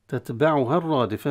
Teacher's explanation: الرادفة مشددة الراء نتيجة إدغام اللام فيها، وهي مفخمة